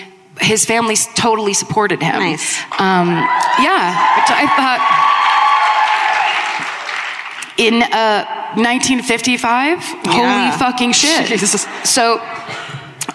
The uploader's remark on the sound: Live at the Red Rock Ballroom in Las Vegas